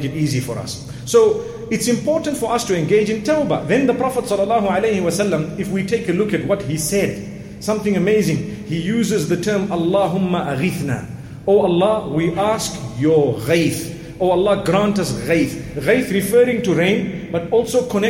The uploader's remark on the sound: Jumuah Lecture from masjid Al Falaah Harare, Zimbabwe.